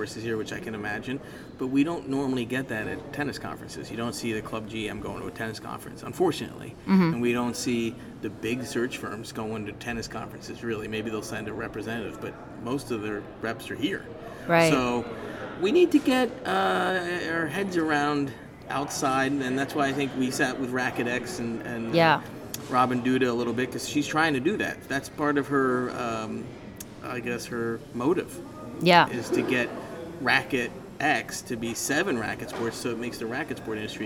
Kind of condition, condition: setting, busy venue